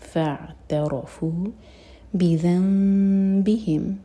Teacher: نون میم میں چینج ہو رہا ہے, اقلاب میم کو ہولڈ کریں گے پھر با پڑھیں گے